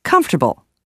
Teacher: The word comfortable not only loses the O, but some of the letters are rearranged when the word is pronounced in relaxed speech